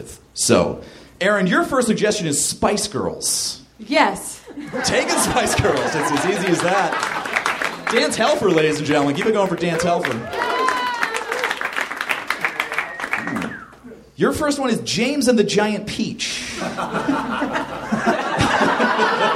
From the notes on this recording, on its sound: Live from the Nerdmelt Theater in LA